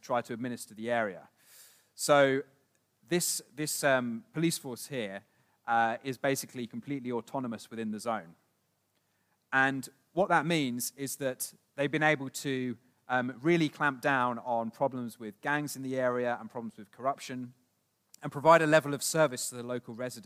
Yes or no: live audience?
yes